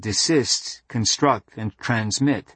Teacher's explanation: Latinate words are largely polysyllabic with stress on the second syllable